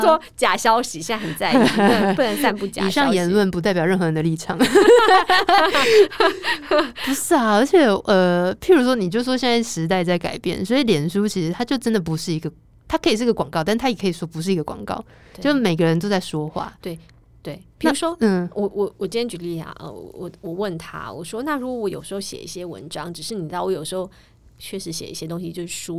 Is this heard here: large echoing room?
no